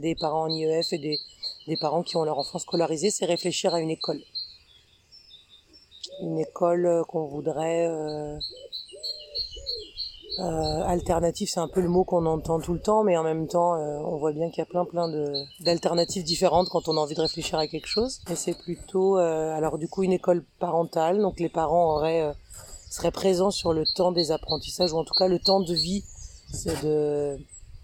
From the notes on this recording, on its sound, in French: Vous allez ainsi être accompagné par les oiseaux, les chants des coqs et autres bruits pendant tout l’épisode. J’espère que ça ne vous empêchera pas de comprendre notre échange.